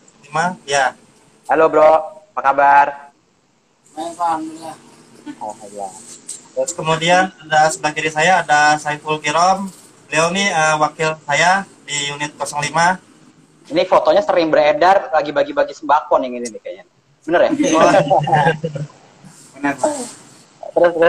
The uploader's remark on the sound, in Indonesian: Podcast ini merupakan obrolan kami di live instagram